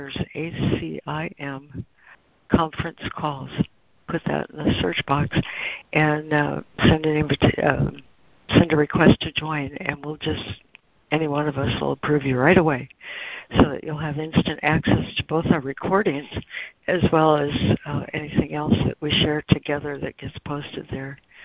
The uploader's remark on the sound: ACIM Daily Conference Call